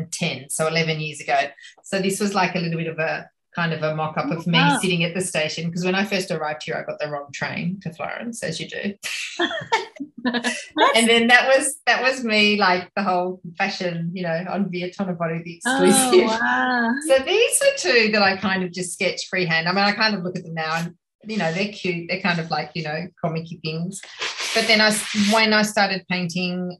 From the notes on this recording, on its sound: A rainy day in Florence via Zoom.